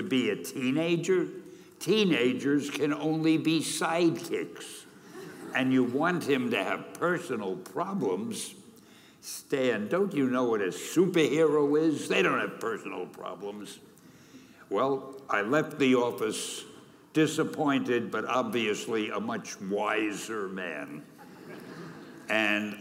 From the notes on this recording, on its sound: Keynote at the 2017 Graduation Ceremony